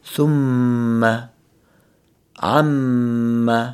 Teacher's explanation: الميم المشددة فيها حركتين من الغنة